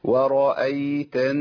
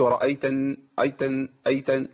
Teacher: ياء لين تخرج منين وسط اللسان · Shown in: first take